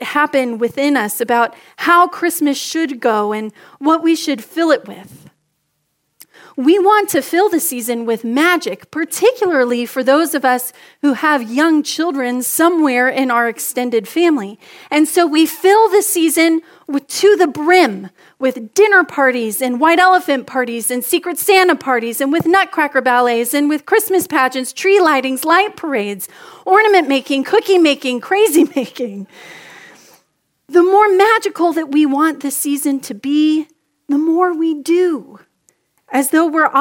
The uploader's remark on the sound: Message delivered during the 6PM Contemporary Christmas Eve Service.